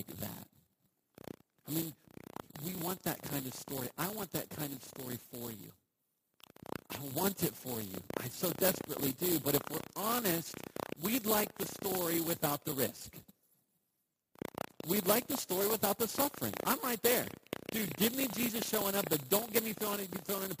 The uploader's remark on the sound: We apologize for the poor audio on this week's talk. Technical difficulties...